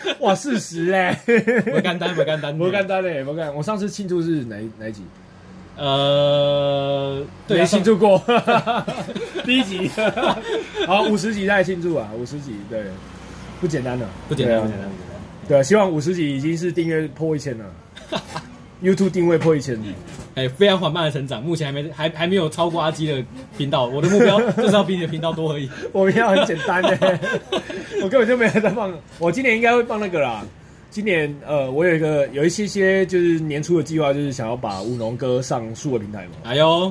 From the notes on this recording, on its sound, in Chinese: 錄音地點：牽咖啡 Chen Coffee